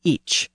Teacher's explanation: the first-person pronoun was actually each, with a CH sound at the end